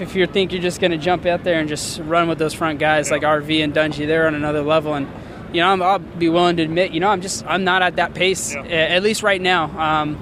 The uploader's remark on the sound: Muddy Creek 2013 Post-Race Interviews